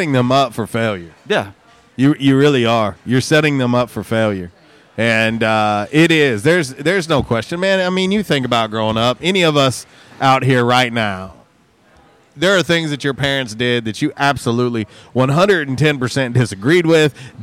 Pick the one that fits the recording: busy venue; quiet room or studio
busy venue